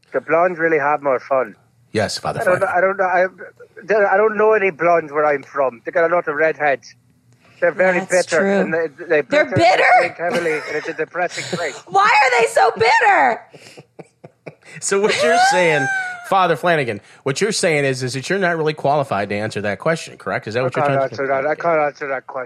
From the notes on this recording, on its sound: In studio with us. Over the phone.